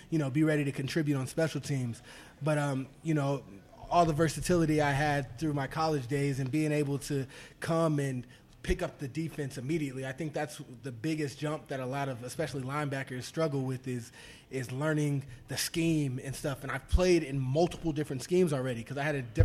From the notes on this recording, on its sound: live from Jack Demsey's